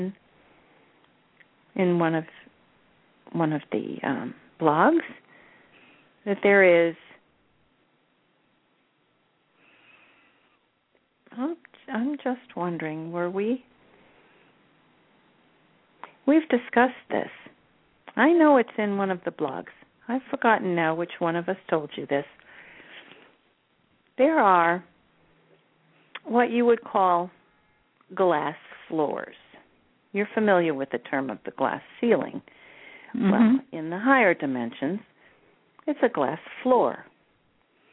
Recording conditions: phone line